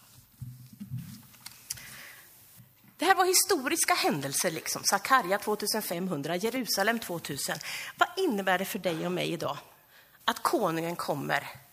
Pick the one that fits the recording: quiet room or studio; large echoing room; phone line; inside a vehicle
large echoing room